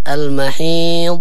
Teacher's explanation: الضاد ما يتقلقل، يعني لا تقولي المحيض، لا فيها استطالة هكذا